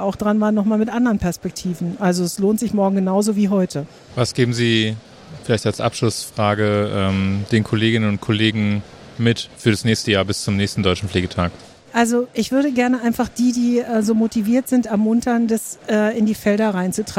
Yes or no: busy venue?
yes